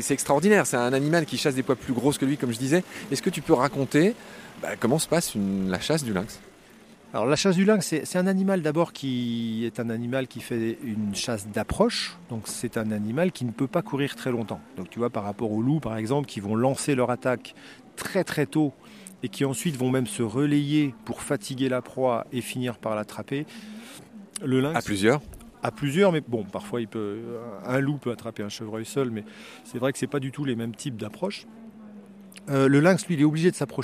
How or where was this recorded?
busy venue